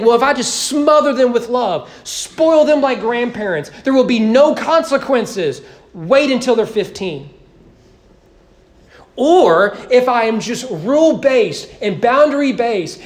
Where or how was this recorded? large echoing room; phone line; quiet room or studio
large echoing room